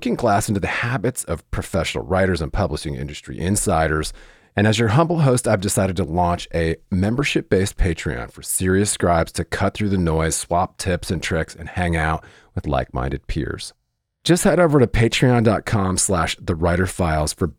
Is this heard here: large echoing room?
no